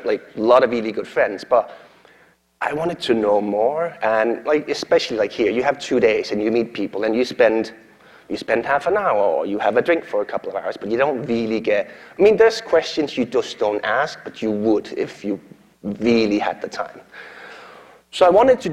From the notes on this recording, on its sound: Keynote at SourceCon in Seattle in 2019.